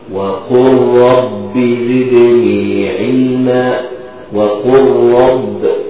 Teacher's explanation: إضغام اللام في الراء بدون غنة برضه، وقل رب أعوذ بك، خلاص إضغامها مع الراء وإضغامها مع اللام، دي لام الفعل الساكن. · Term: إضغام بدون غنة